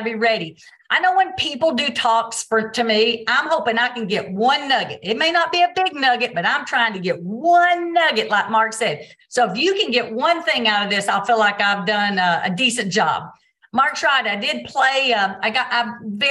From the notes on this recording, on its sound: Recorded Zoom meeting